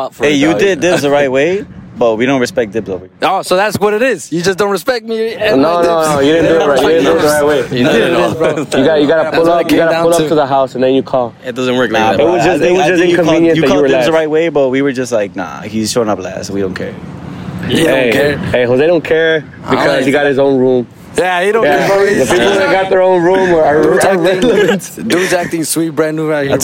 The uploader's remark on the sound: On the shore of downtown Miami as the podcast was recorded outside. FYI their voices were gone from all the ragers.